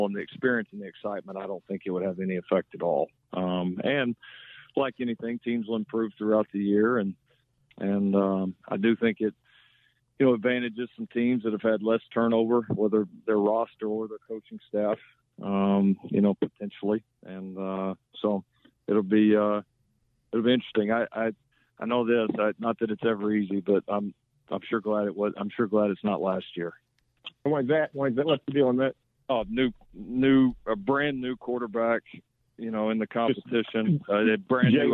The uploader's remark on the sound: during his Monday teleconference with local media